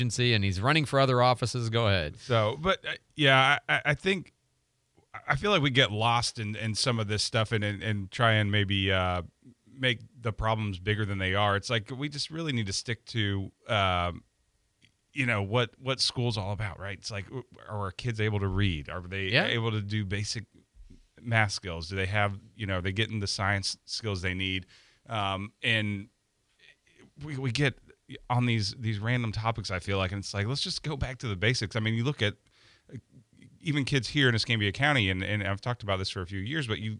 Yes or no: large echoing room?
no